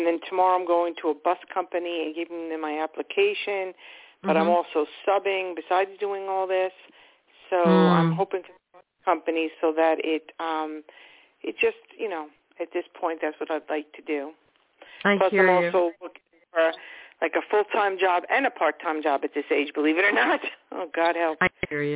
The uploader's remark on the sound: in response to caller’s questions